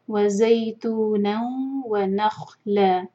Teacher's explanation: وزئی تو نوم یہاں تنوین کے بعد واو ہے، ادغام غنہ کے ساتھ، اور تھوڑا وقت دے کے آگے پڑھیں گے.